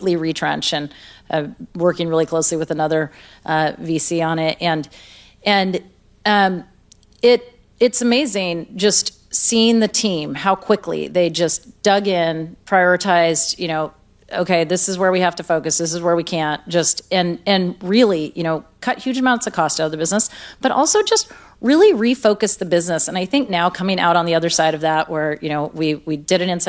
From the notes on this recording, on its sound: 2023 Upfront Summit. Recorded March 1, 2023 at the Upfront Summit.